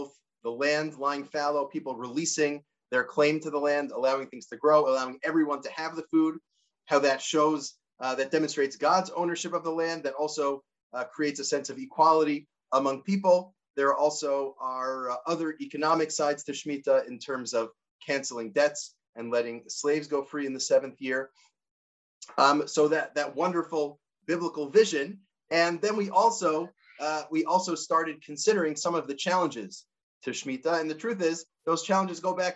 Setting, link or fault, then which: link, video call